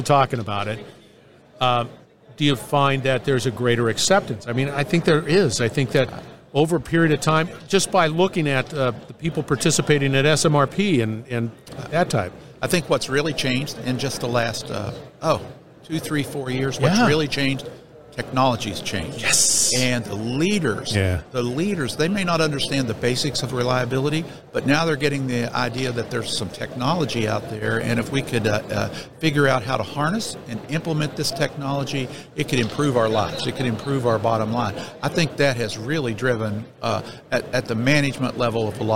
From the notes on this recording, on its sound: Industrial Talk is onsite at the 30th Annual SMRP conference